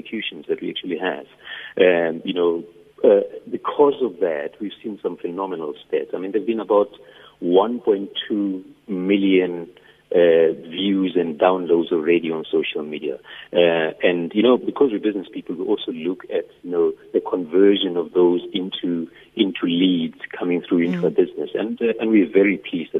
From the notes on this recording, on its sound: GUEST (Phone)